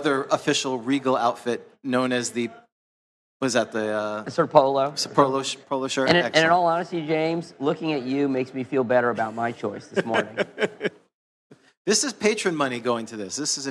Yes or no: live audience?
yes